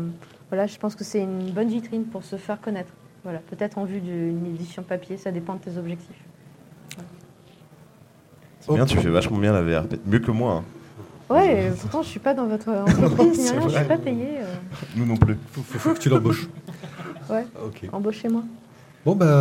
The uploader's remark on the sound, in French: Cette rencontre a été enregistrée en public au festival des Calanques et des Bulles 2016.